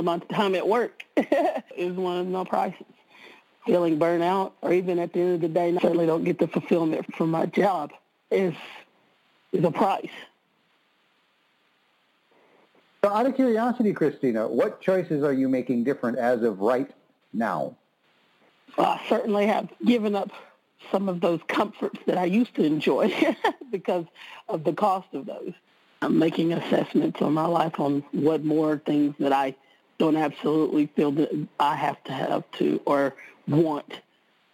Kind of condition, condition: link, phone line